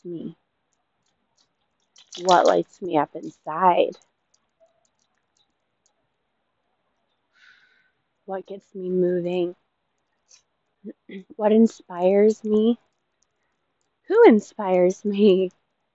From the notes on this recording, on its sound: This episode was made outdoors so I apologize for all the background noise